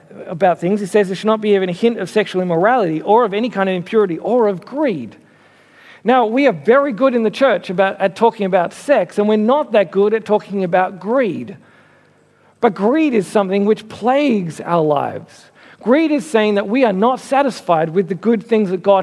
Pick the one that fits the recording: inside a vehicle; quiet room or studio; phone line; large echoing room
large echoing room